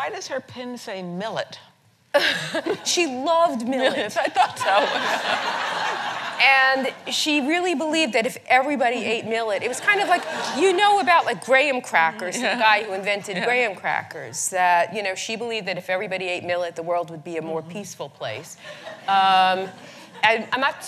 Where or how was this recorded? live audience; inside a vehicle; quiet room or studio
live audience